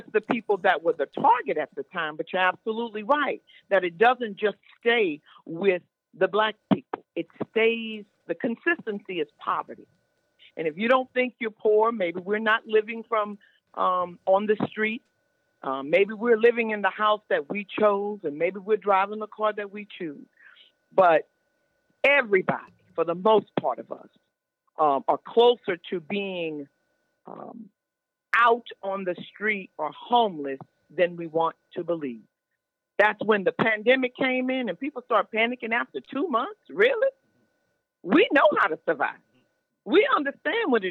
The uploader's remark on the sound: The Open Line Radio Show. Special guest on the phone.